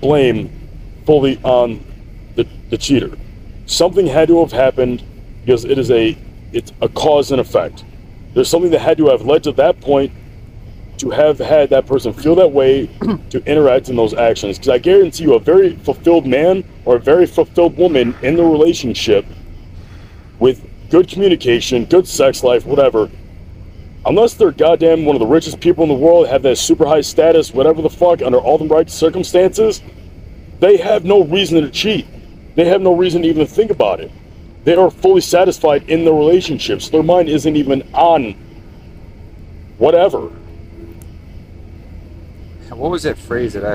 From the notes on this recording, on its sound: This Podcast was recorded outside with some bourbon by the bonfire. This is about as uncut and raw as is it gets.